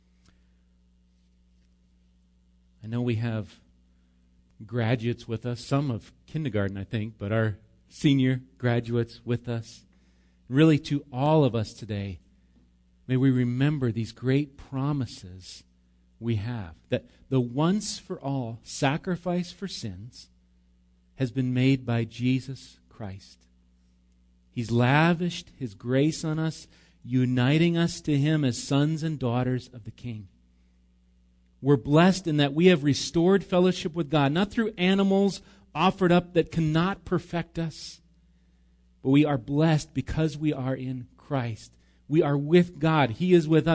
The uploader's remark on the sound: Recorded live at Bethany Bible Church on 5/26/19